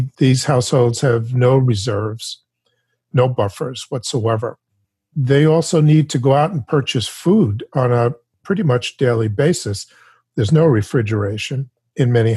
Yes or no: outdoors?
no